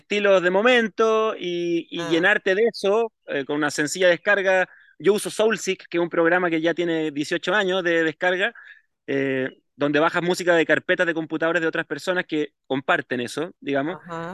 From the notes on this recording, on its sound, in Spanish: Entrevista a traves de la plataforma Zoom